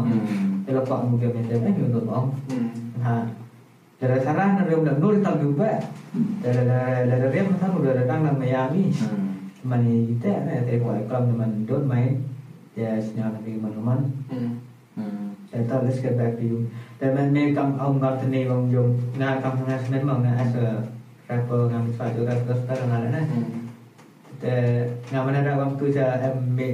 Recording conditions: poor sound quality